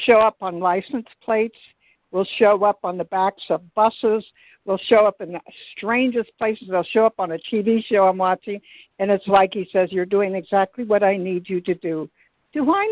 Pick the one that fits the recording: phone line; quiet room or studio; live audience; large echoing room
phone line